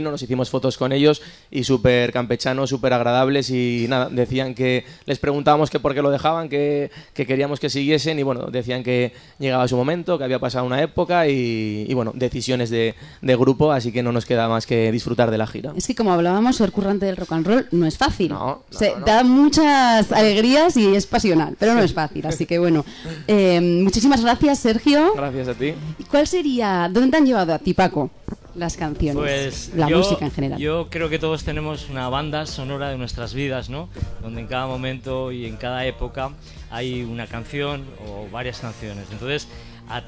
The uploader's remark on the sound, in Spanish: Primer día de retransmisiones en directo desde Gramola, la feria musical aragonesa que se celebra en Monzón (Huesca).